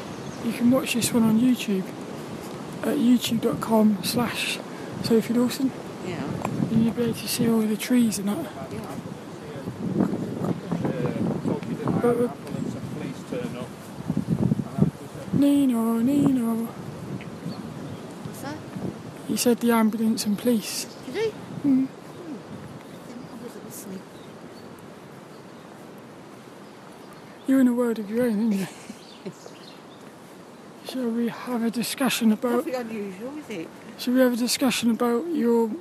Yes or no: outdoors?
yes